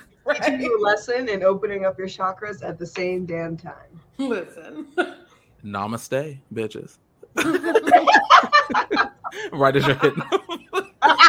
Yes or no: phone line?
no